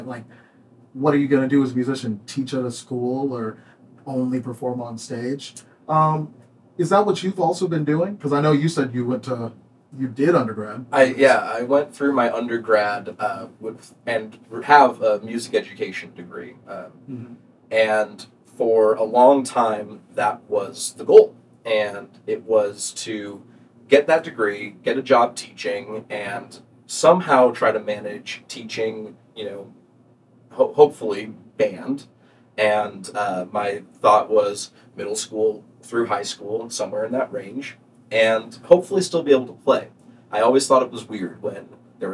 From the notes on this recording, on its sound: We had some issues with our audio recording and ended up having to use the scratch audio we were thankfully able to record.